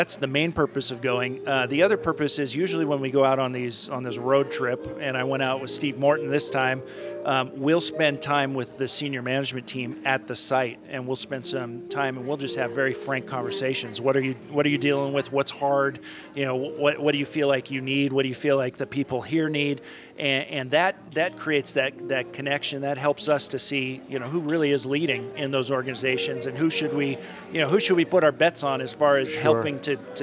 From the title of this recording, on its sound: Live from Utah CEO of the Year Awards